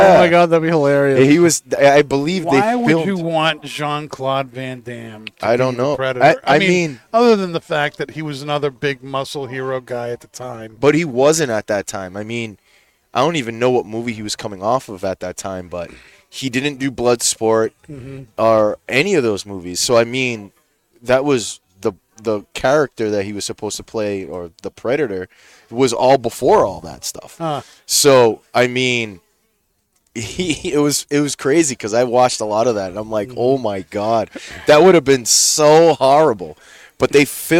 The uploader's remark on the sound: Recorded live from the 7-20-4 Lounge!